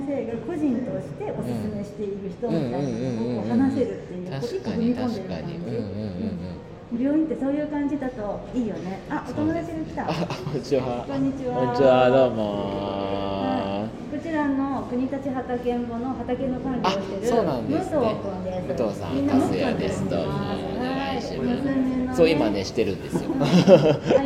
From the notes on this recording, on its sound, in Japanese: 2022年9月に開催した旧国立駅舎での1週間イベントでの公開ラジオ収録のアーカイブ配信です。